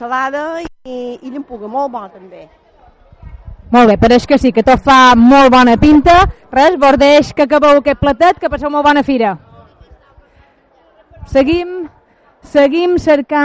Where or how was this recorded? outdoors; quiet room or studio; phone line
outdoors